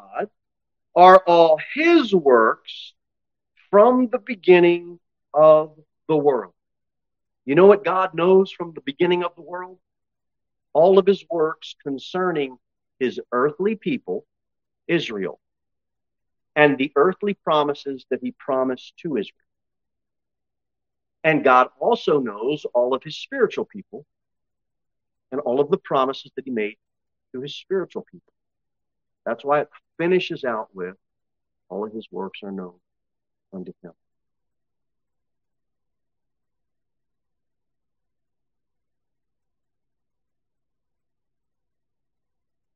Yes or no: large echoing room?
yes